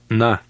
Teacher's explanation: This is the short Lithuanian A. It sounds similar to the A in the English word father, but shorter.